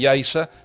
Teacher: Eh, cuando vean un canarismo que se escribe con Z, que lo, pronuncien con S, porque esa Z, esa Z ahí, la Z de Yaisa no representa una interdental